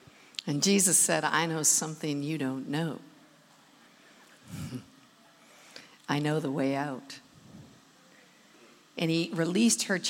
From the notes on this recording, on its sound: Recorded at the Manchester Apollo.